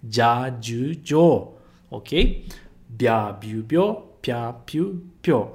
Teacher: A gente só vai juntar um som com outro, em vez de virar duas sílabas, vira somente uma